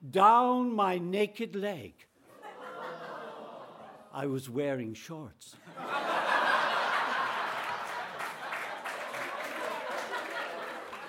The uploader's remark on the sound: three personal true stories recorded at our monthly open mic storytelling night here in Dublin